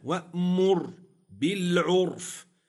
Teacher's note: قوله وأمر بالعرف، لاحظ معي رآن، وأمر بالعرف، معي راء وقعت طرفا ومعي راء وقعت ساكنة في وسط الكلمة. الراء ساكنة سكون أصلي وقبلها ضم تفخم